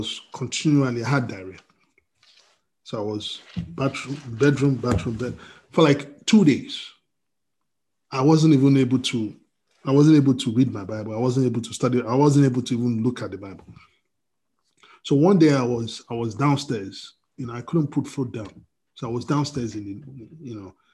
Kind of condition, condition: link, video call